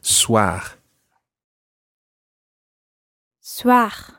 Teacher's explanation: it's a guttural R at the end